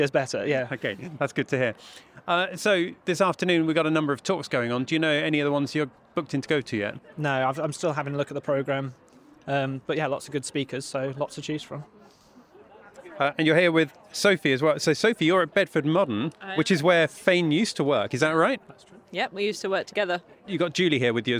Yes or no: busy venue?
yes